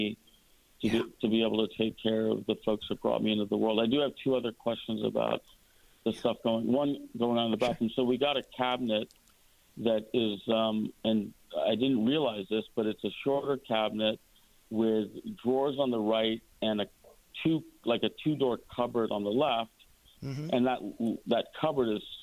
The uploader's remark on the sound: More Phone Calls